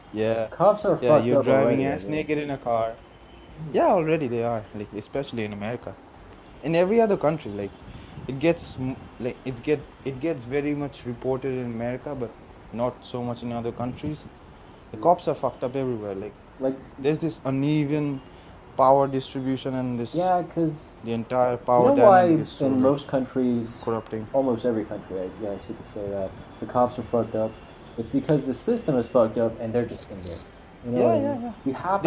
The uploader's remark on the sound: Sorry for the crappy background music and the cock in the back.